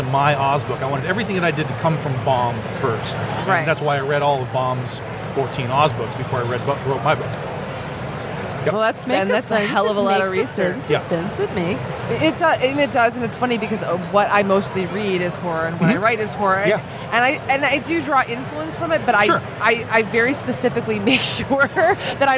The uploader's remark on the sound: Live from Motor City Comic Con